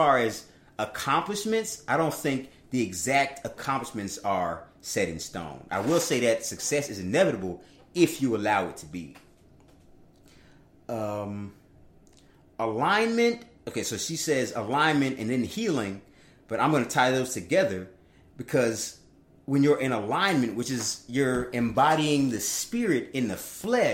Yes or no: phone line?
no